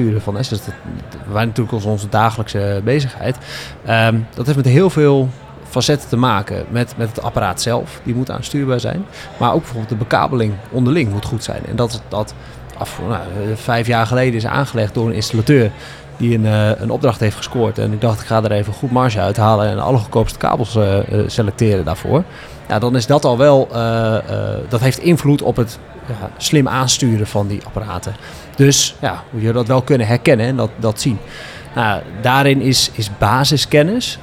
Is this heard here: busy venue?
yes